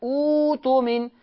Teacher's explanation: شوفوا الهمزة التانية أبدلتها واو